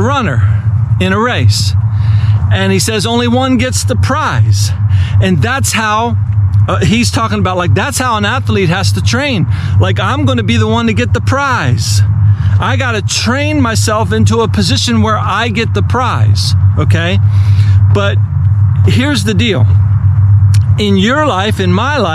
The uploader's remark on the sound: The audio was recorded outdoors of a GoPro.